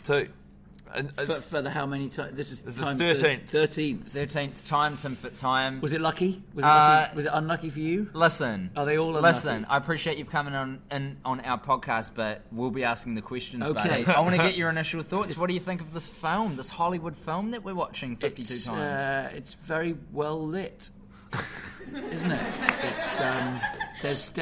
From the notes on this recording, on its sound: As part of the NZ International Comedy Festival, the boys have recorded the epsiode live in front of an audience in downtown Auckland at New Zealand's only full-time comedy club, The Classic.